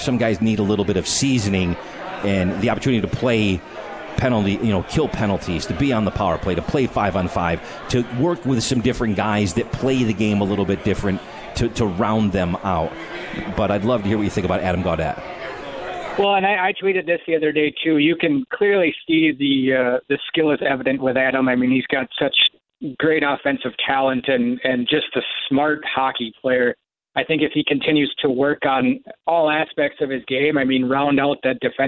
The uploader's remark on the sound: live from The 72 Tavern